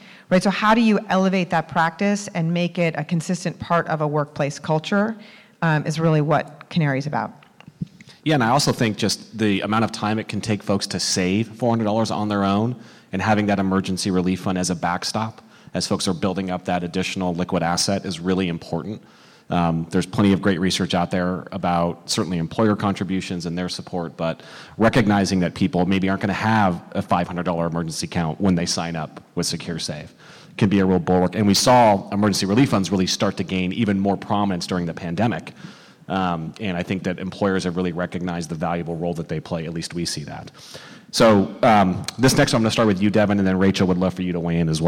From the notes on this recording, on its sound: This recording is from Fintech Nexus USA held at the Javits Center in New York City on May 10-11, 2023. From the Financial Health and Inclusion track.